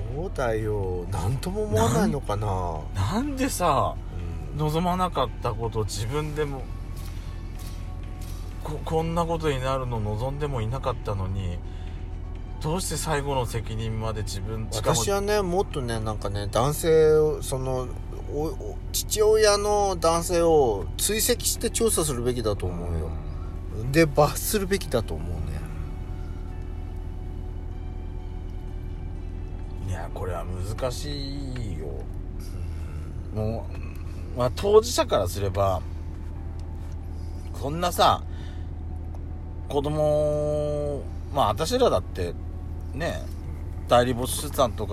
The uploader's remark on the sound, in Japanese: パーキング収録